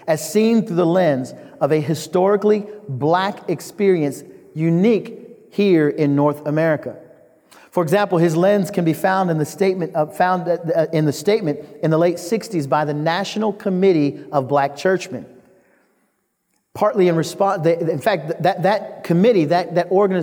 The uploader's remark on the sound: The Great Awokening Conference, Session 11